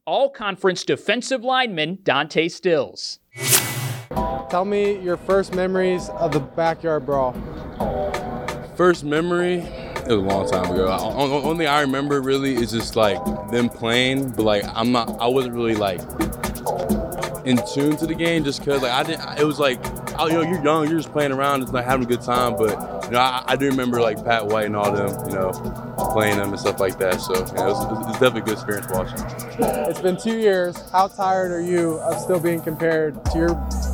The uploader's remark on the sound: Behind the scenes at Big 12 Media Days. Interview each other at Big 12 Football Media Days.